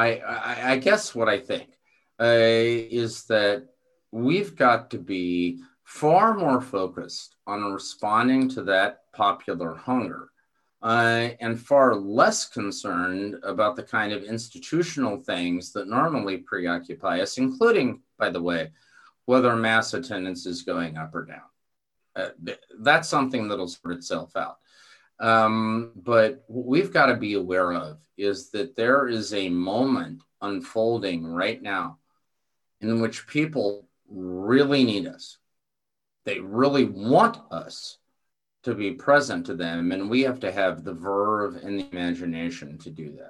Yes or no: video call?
yes